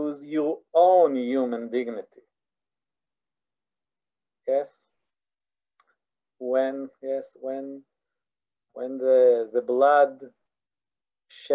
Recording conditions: video call